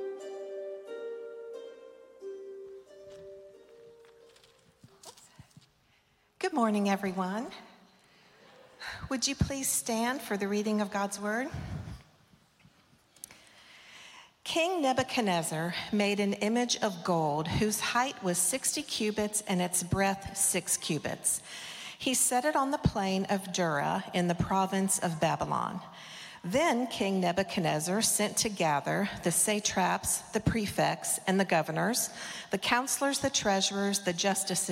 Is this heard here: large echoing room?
yes